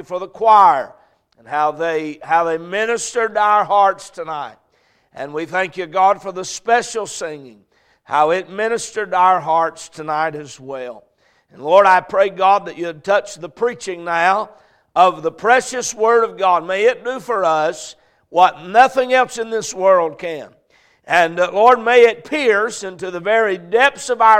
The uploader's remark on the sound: A message preached at Crossroads Baptist Church